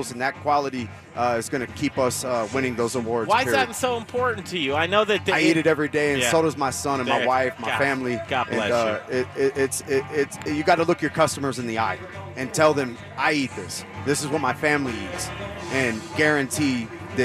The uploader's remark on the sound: The Modern Eater Show was live at Rocker Spirits for their "Spring Whiskey Thang"! Rocker Spirits in Littleton is a neighborhood distillery with vodka, rum and of course whiskey!